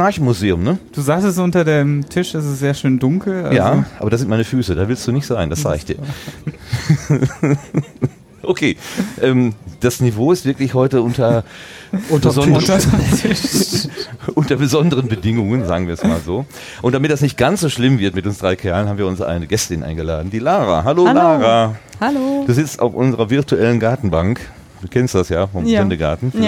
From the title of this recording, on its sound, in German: Podstock 2018 - vor Ort